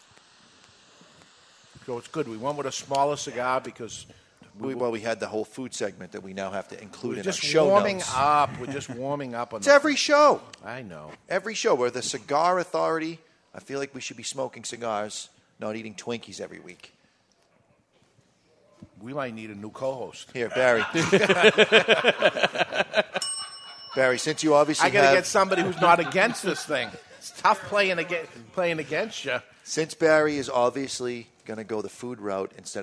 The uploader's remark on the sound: Live from the La Flor Dominicana Cigar Studio at Two Guys Smoke Shop in Salem, NH